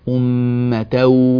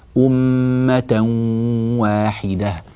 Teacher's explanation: نحن نريد صوتا مصاحبا لها من الخيشوم اللي هو صوت الغنة · Shown in: second take